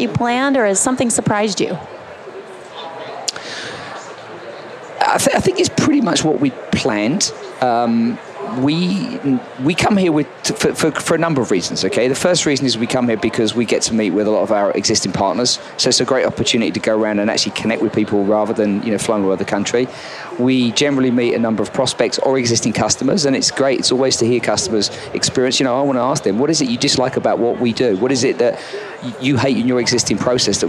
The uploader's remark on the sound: LIVE from Las Vegas, at #HRTechConf